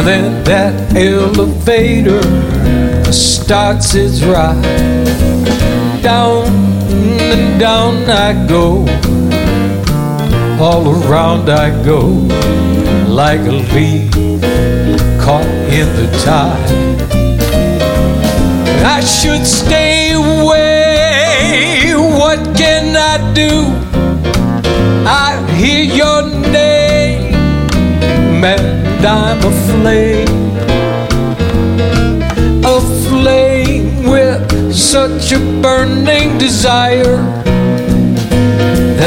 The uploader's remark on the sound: Live at the South Point 01-26-2017